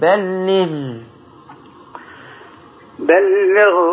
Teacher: ومسبوقة بكسر، فهي مفخمة، ولكن تفخيم الغين تفخيم نسبي